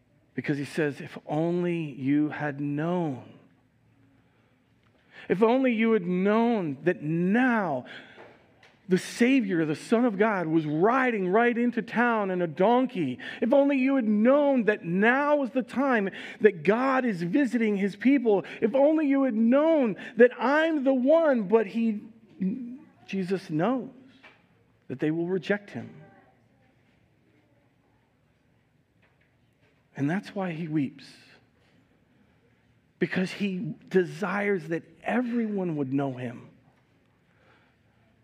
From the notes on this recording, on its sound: Recorded live at Word of Life Church in Le Sueur, Minnesota on April 10th, 2022